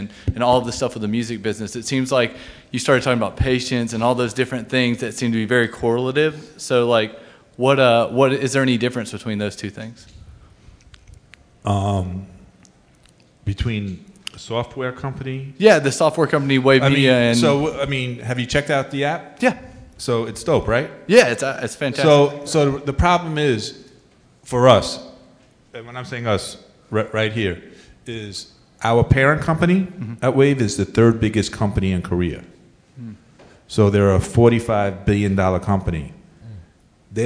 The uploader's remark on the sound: At A3C. A special Live recording at the A3C Festival.